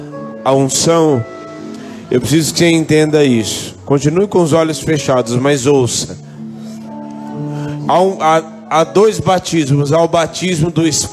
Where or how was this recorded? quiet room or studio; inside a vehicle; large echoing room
large echoing room